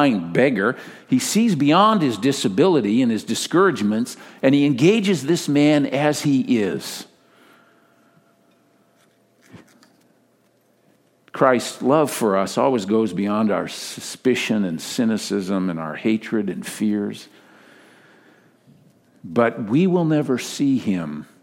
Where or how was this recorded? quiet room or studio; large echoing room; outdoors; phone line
large echoing room